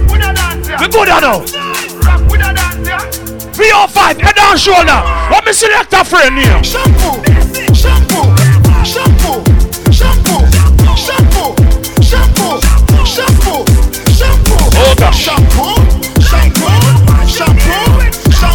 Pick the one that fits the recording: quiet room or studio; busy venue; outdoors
busy venue